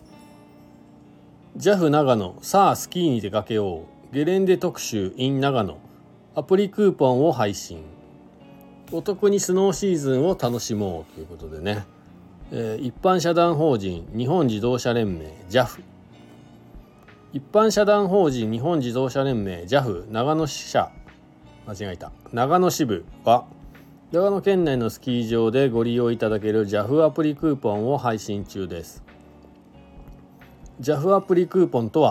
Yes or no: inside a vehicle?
yes